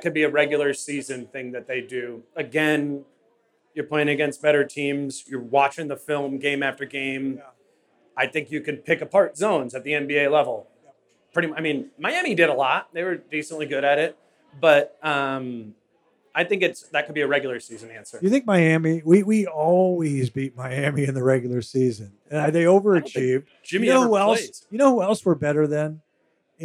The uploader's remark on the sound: Live at Falling Knife Brewing Company. Live Q+A.